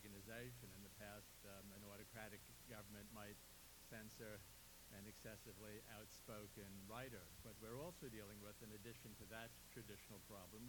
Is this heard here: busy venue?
yes